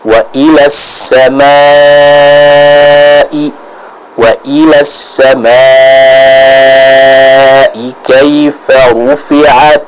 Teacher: Fathah bertemu dengan alif dan bertemu kembali dengan huruf hamzah pada satu kata yang sama, maka ini dihukumi sebagai mat wajib al-muttasil. Kita panjangkan dengan kadar 4-5 harokat. Jadi jangan terburu-buru, kita baca dan sempurnakan matnya terlebih dahulu.